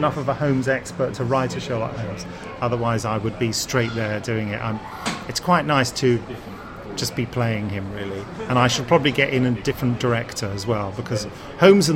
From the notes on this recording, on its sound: This episode was recorded at a signing event. At Waterstone’s, Lakeside, Thurrock. Sadly the podcaster roundtable recording audio wasn’t usable.